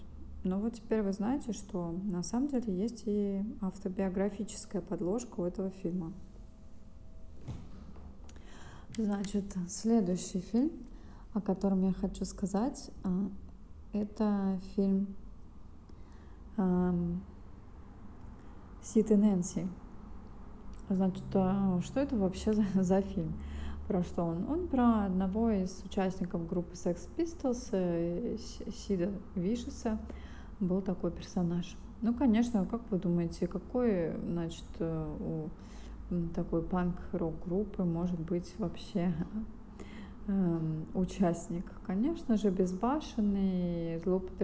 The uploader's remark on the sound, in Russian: Извиняюсь за звук стройки на заднем плане.